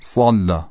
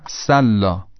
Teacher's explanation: هم سین صافیر داره هم صاد، یعنی هم سین سوت داره هم صاد. اون چیزی که تفاوت بین این دو رو ایجاد میکنه اینه که صاد درشت تلفظ میشه اما سین خیلی معمولی